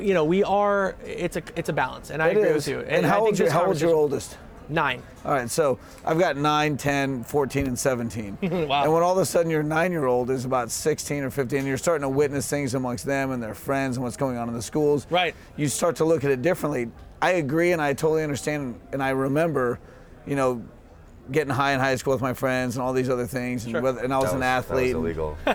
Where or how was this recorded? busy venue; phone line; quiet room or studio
busy venue